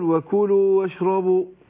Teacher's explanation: تحقيق الشين عشان التفشي اللي فيها